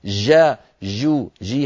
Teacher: هذه جيم عامية جيم رخوة